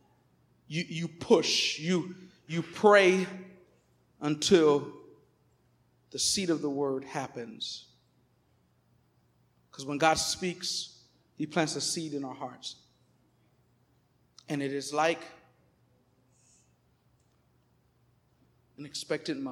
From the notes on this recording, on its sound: Recorded on 2016-09-11 at the 11:30am Service.